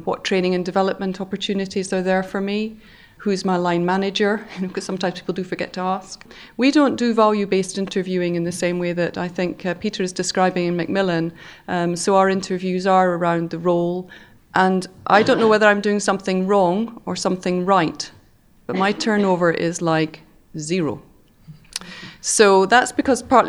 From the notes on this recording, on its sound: Recording of our first careers event.